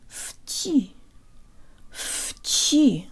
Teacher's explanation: First, the V sounds like an F. The Ch is pronounced with the tongue very high and forward in the mouth, and the Y sounds like an E.